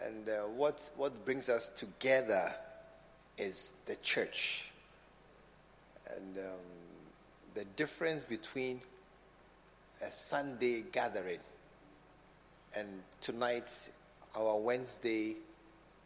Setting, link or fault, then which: setting, large echoing room